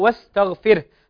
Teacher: حرف الراء ساكن وقبله مكسور، فلا بد من ترقيق الراء